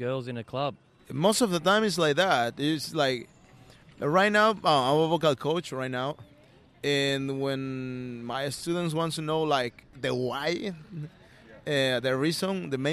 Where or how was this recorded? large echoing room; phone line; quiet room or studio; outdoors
outdoors